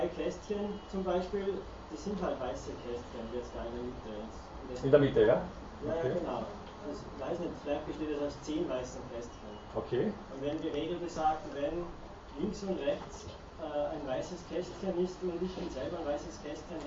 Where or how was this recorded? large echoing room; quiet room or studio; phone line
large echoing room